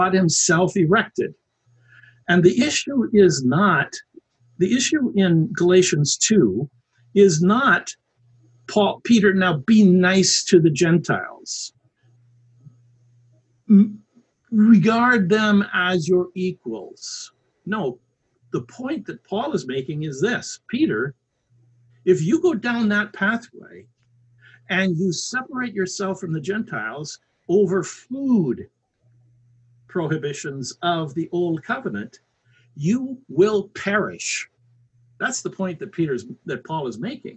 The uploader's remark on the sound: Here is the Podcast from our Zoom Event